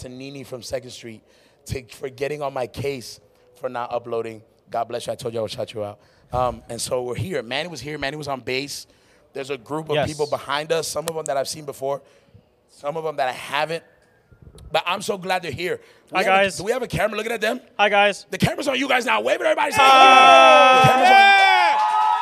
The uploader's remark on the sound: This was our very first live podcast recording right after the live MUSIC recording we had that night!